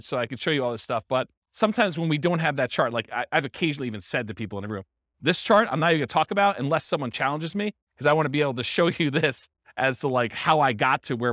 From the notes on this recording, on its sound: This was a live class recorded